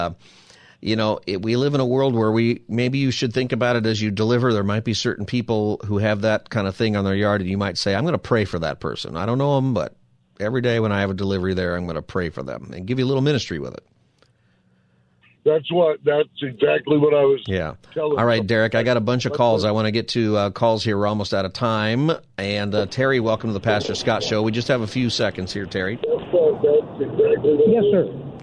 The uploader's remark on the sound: holds Open Phone Friday